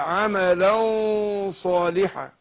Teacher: أفخم الغنة بتاعت الإخفاء